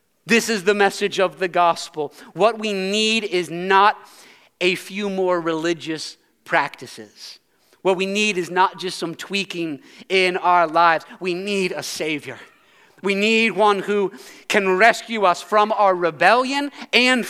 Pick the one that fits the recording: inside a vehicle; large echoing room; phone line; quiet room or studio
large echoing room